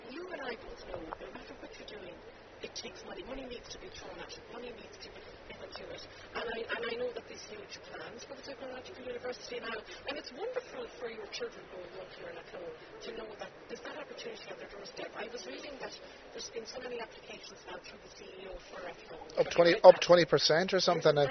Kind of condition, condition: setting, outdoors